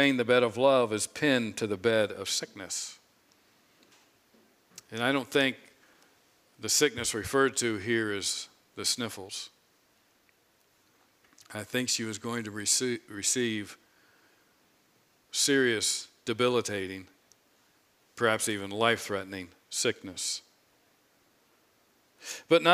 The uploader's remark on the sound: preached this sermon on Sunday, April 10, 2022 from the pulpit of Grace Community Church in Berea, KY.